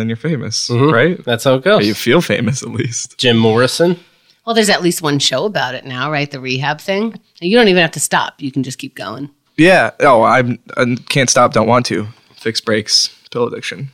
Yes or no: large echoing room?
no